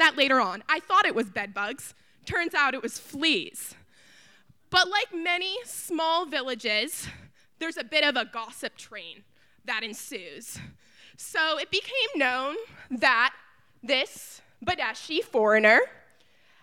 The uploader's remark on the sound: This event was recorded in front of live audience on August 15h at Wellfleet Preservation Hall in Cape Cod, Massachusetts.